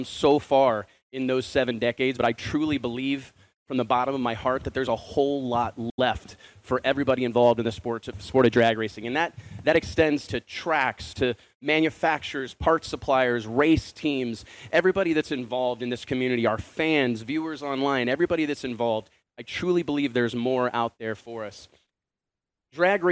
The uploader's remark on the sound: PRO Superstar Shootout Press Conference replay. The biggest names in motorsports gathered at the FloSports headquarters in Austin, TX to announce the historic PRO Superstar Shootout.